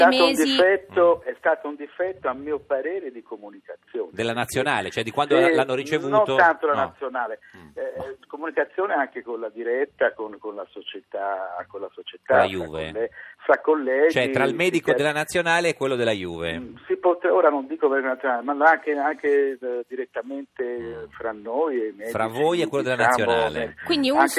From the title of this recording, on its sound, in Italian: Telefonata